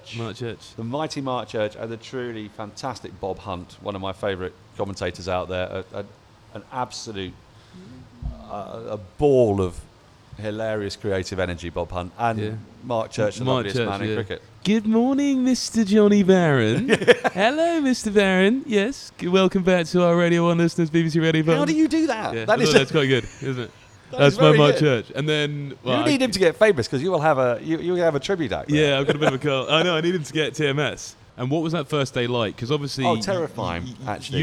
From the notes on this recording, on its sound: Recorded live from The Wheatsheaf Pub - Tooting.